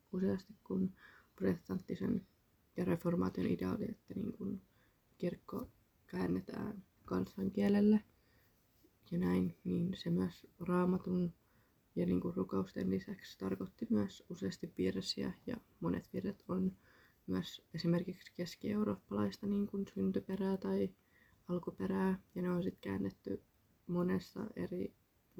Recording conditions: uneven or low level